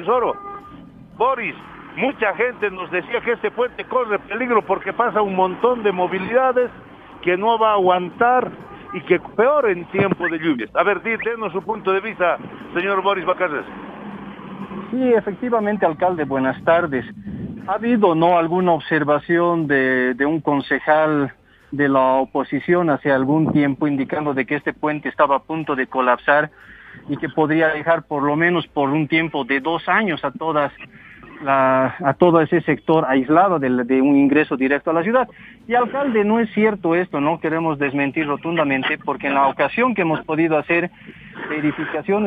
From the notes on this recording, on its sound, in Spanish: Realiza una nota desde el vivero de Aranjuez. Entrevista telefónica. Visita el parque Bartolina Sisa y conversa sobre los proyectos a ser implementados.